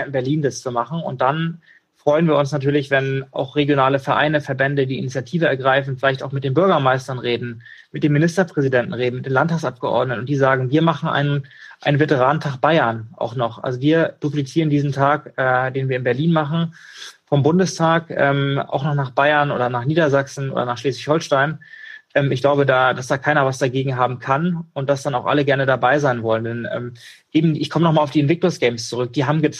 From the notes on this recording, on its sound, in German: In einem Instagram Live